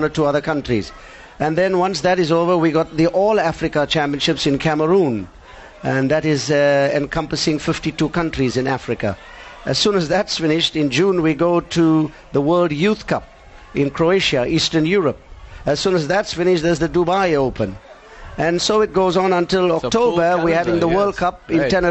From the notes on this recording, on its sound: Live broadcast from the 2017 SA Karate Nationals. Superb performances by 600 young karatekas as they battled it out for national colours in karate.